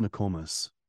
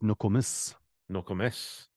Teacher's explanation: Emphasis on the last syllable. · Shown in: second take